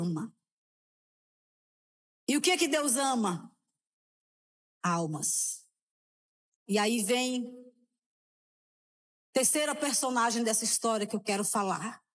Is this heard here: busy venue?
no